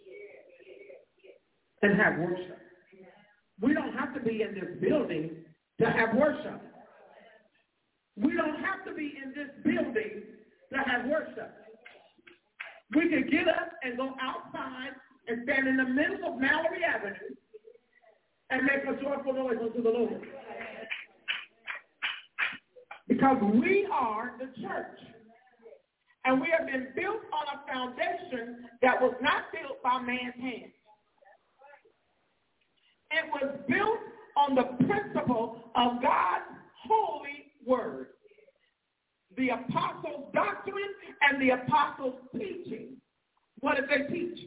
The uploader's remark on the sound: The Greater St. Stephen Missionary Baptist Church. Live from Portland Oreong.